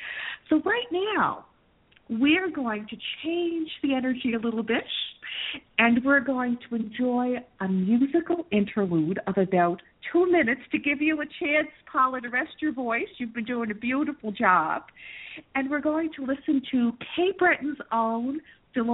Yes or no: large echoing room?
no